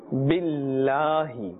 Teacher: Ba has a kasra, and therefore Ismi Jalalat, the blessed name of Allah Azza wa Jal, will be pronounced with a flatter sound.